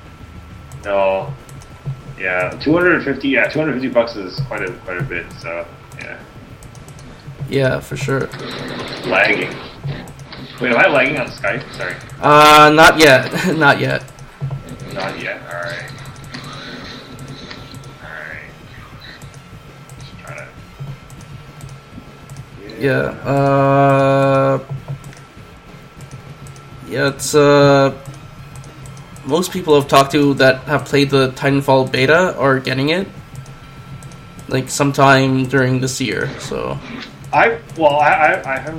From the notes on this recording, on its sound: This week’s podcast is a bit more lax as we’re playing Diablo 3 at the same time as recording.